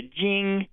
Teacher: the second syllable is more of a Jing, so it's a very sort of smiley forward I